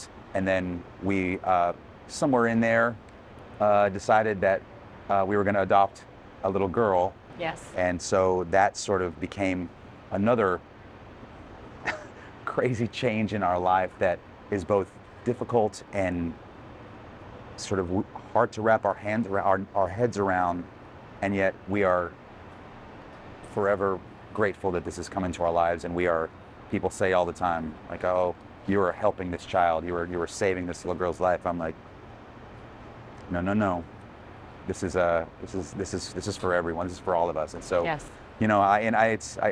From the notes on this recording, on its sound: Recorded outside Broadway's Richard Rodgers Theatre. Forgive the street noise of New York City, but a passing ambulance.